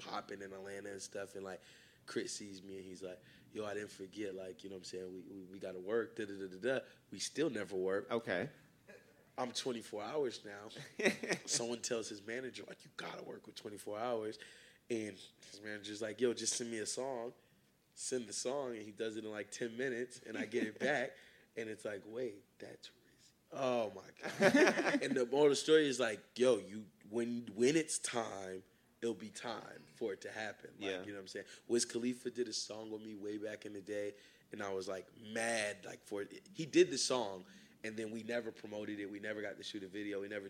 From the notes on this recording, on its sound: Live at SXSW. We took the show down to Austin, Texas. In front of a live audience from the official SXSW podcast stage!